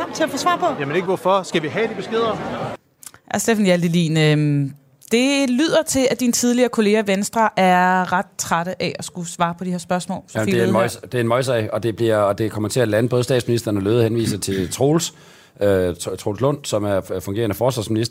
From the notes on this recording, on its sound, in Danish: Programmet er optaget lørdag på Folkemødet på Bornholm.